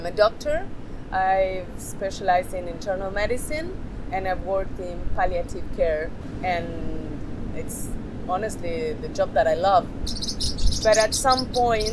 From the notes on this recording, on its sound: This podcast was recorded on the beach and the forest in Las Tunas, Ecuador.